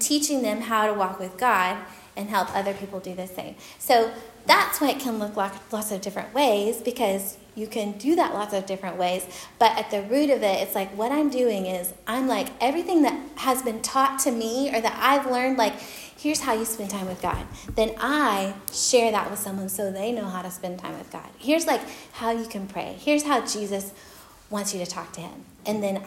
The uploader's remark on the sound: Recorded at Union Church.